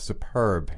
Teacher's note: stress is on the second syllable